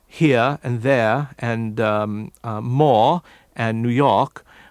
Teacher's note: a modern Southern English speaker would drop an R after a vowel